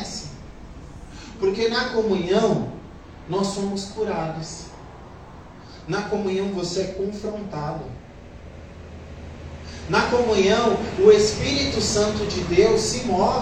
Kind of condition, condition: setting, large echoing room